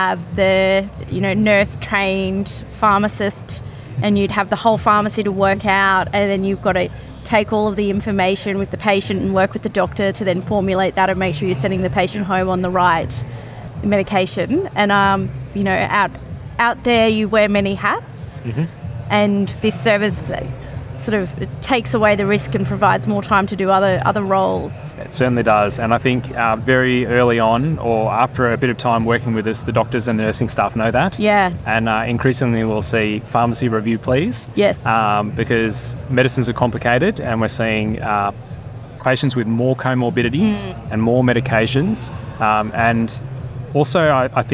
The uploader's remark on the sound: recorded at Victorian Healthcare Week 2023